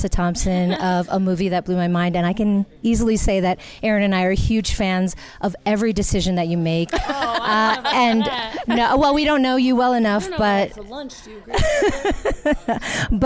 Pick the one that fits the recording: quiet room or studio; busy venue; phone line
busy venue